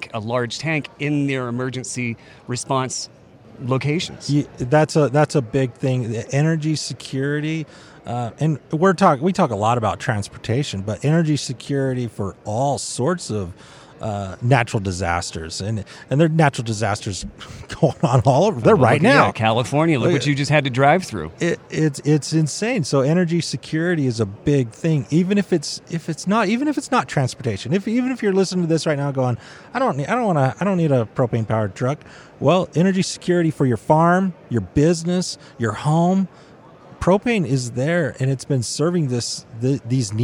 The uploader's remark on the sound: Live from Western Propane Convention. Live from the Western Propane Trade Show & Convention.